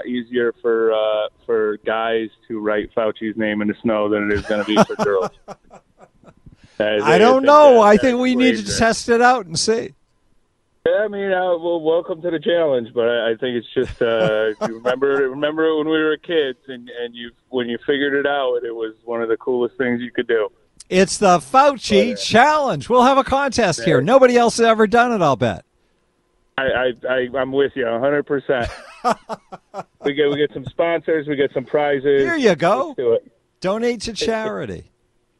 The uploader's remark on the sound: we take phone calls - for the entire hour!